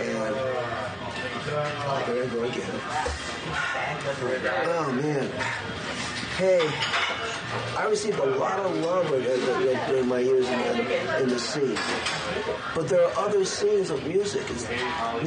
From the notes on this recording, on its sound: sitting down in the Washington Square Diner off of West 4th Street in New York City